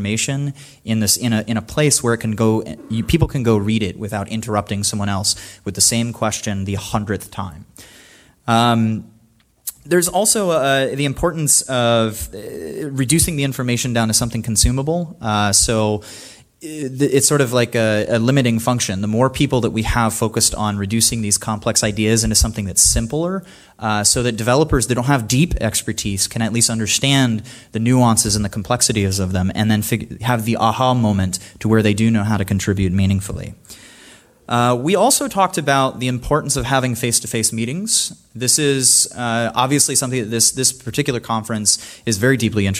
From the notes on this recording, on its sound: We're at the recent "Scaling Bitcoin" conference for another one.